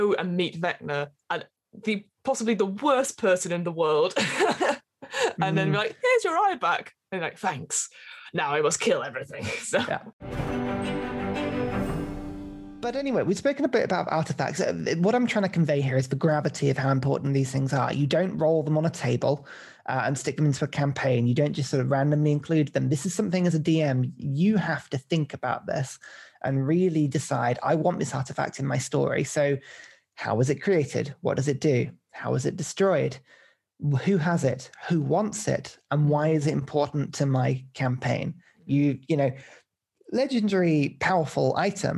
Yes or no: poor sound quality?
no